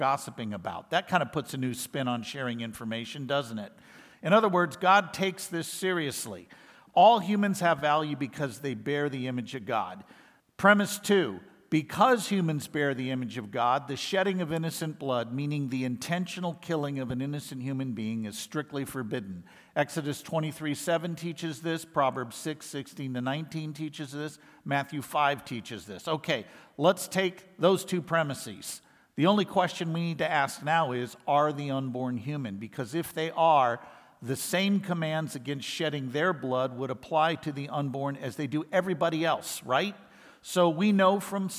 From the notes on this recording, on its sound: lectures given at IFI’s 2023 worldview conference